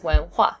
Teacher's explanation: So this W-E-N, that's second tone. Hua. H-U-A, fourth tone.